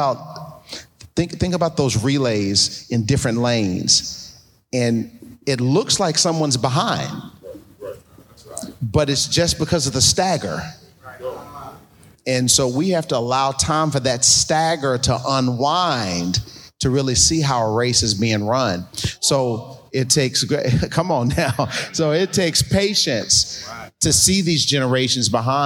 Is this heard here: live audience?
yes